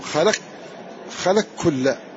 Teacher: جاز إدغام القاف في الكاف وجاز إدغام الكاف في القاف.